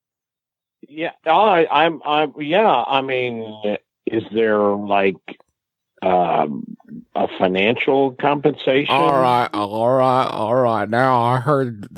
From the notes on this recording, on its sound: A recording of us doing prank phone calls to people that we know